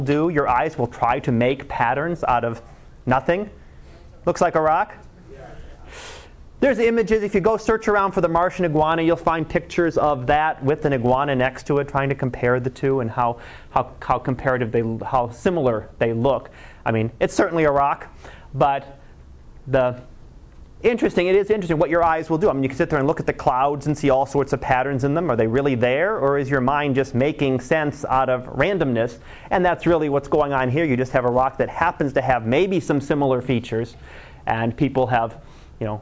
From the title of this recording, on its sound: Live Class Lecture 2013 Nov 15